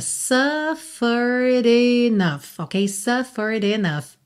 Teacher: Cuidado para não dizer suffered, tá? Esse suffered termina com ED, mas o E final não é pronunciado.